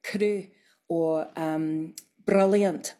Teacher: So it's like a rolled R, but it's like one instead of many, many all in a row · Term: tapped R